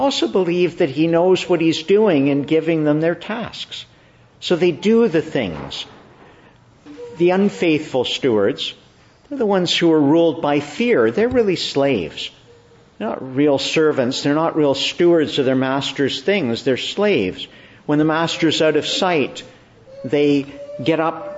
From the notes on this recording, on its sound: Morning Service. Preached in the Church of the Annunciation of the Blessed Virgin Mary, Ottawa.